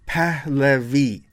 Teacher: it's really split up. Each syllable gets a stress.